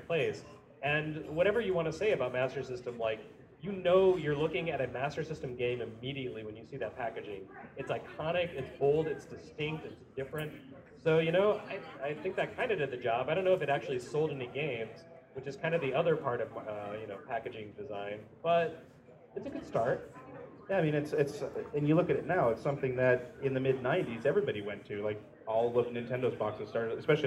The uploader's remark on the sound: Live At Midwestern Gaming Classic 2016. Special thanks to 249 Studios for the live recording!